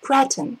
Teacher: The stress, cretin. The stress is on the first syllable.